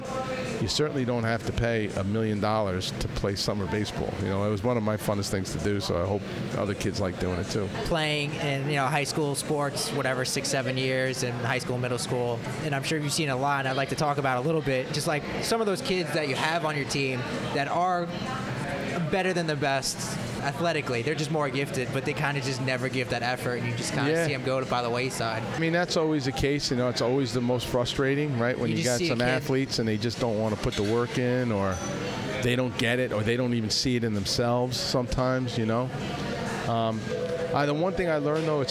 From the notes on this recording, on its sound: Recorded at Patchogue's Donatina's Pizza Cafe. The episode, recorded at Patchogue's Donatina's Pizza Cafe.